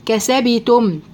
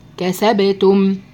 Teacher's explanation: القلقلة تميل الى الفتح مش الى الكسر · Shown in: second take · يعني ما اقولش كسبتم، يبقى انا كده ما عملتش حاجة، يبقى الباء كانت ساكنة وانا حركتها، ده بقى الباء لحن جلي. · Term: قلقلة الباء